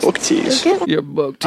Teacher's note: his croak, his vocal fry is off the charts